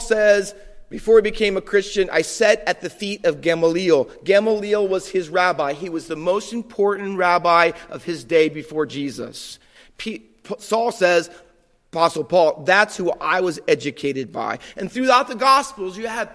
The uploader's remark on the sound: Faith Baptist Church in Hamilton, NJ.